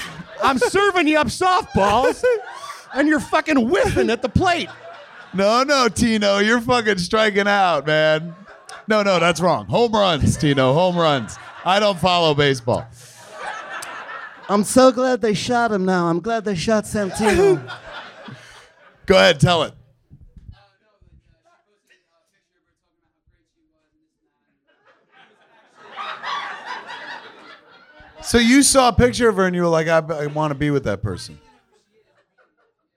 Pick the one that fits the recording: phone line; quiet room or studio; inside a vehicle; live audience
live audience